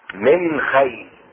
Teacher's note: الشاهد هنا من خيل، من خيل، النون الساكنة تظهر في الخاء